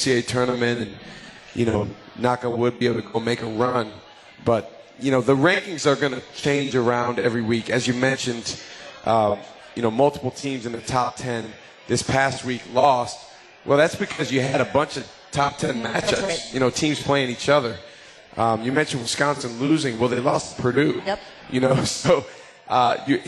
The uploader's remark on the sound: LIVE from MOTOR Bar & Restaurant